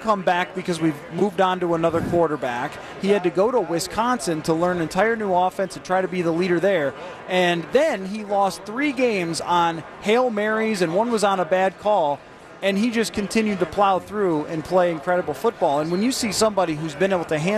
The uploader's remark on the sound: are live from Radio Row all week